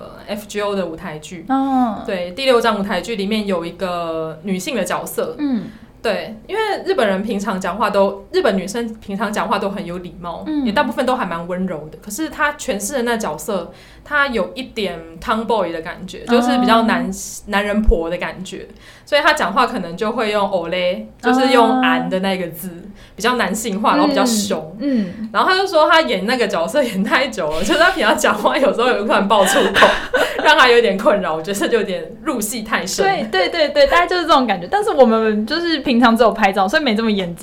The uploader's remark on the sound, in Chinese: 錄音環境的回音跟椅子聲都有點大~請大家見諒。